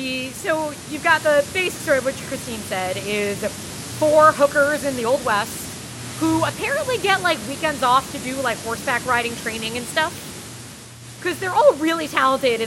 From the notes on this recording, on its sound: We’re riding at you fast this week with a little bit of audio static